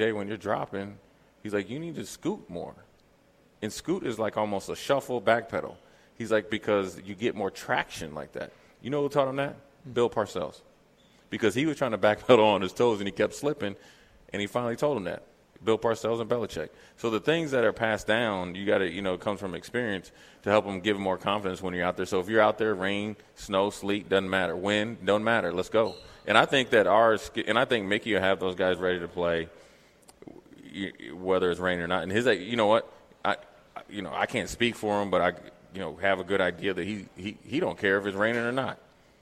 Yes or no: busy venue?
yes